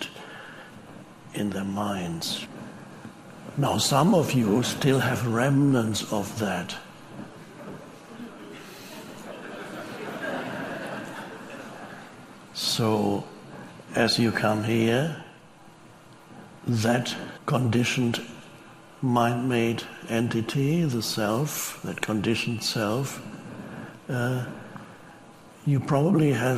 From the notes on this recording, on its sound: Talks to a live audience. He says ‘Aloha’ to the crowd.